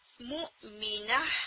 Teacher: جب آپ رقبت مؤمنہ پہ رکتے ہیں تو تا کی جو ساؤنڈ ہا میں چینج ہوتی ہے اس کی آواز آنی چاہیے ہا کی